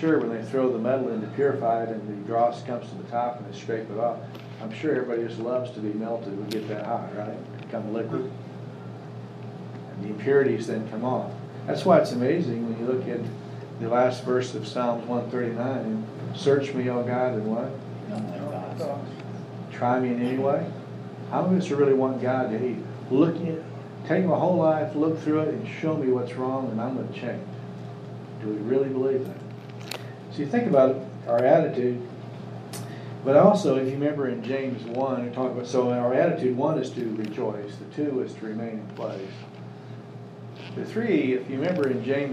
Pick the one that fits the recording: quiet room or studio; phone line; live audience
live audience